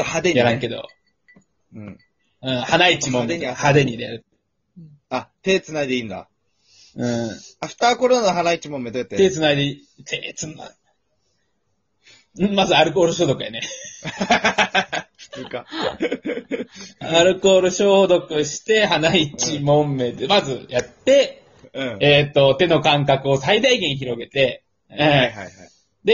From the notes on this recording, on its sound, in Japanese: 遠隔宅飲み型レディオ。相談はZOOM。笑い声あり。